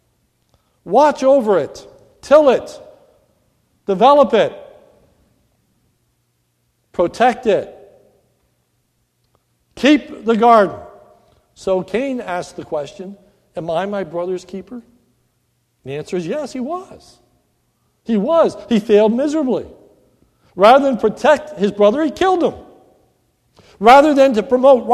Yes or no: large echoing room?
yes